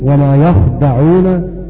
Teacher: بسكون حرف الخاء وقبله ياء مفتوحة وبعده أيضا دال مفتوحة